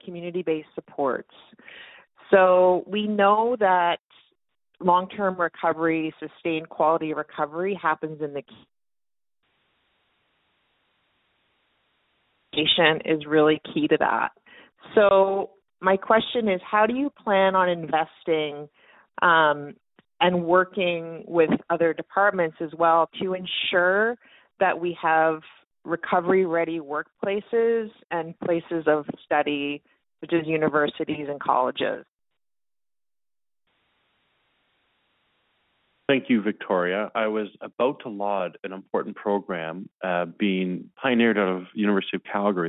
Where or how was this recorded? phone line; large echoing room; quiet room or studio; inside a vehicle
phone line